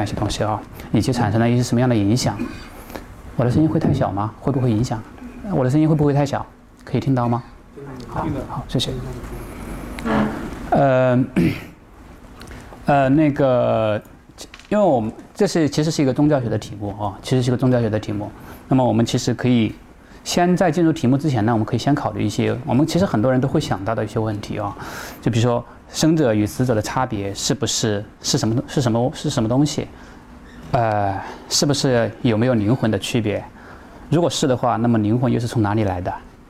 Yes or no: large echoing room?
yes